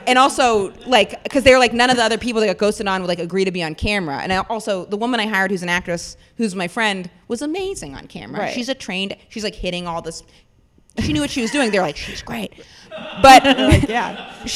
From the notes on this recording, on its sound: LIVE at The PIT in New York City. As suggested by our studio audience.